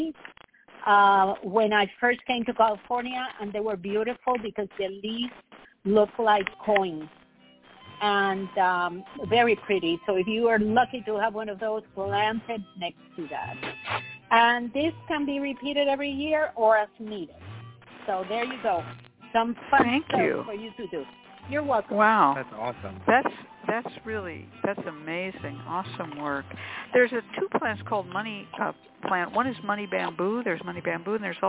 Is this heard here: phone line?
yes